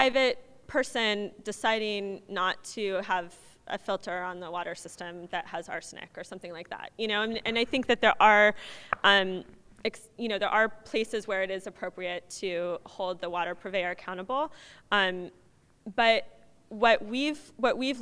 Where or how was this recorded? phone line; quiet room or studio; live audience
live audience